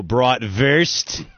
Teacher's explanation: The W is pronounced with a V.